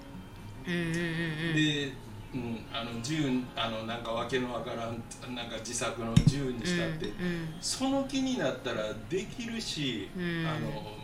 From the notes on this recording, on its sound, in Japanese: 大阪市内の実在BARから配信中